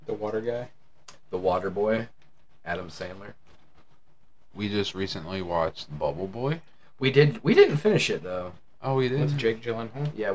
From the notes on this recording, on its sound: We had some technical issues and found out our microphone doesn't like iPhone.